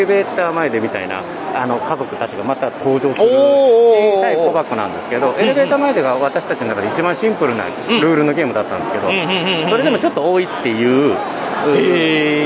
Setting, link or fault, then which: setting, busy venue